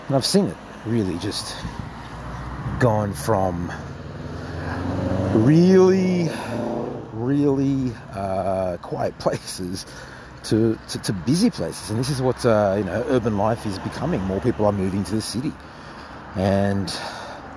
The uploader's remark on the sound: I will have a conversation with you on the phone while I am walking in the streets of Sydney, Australia.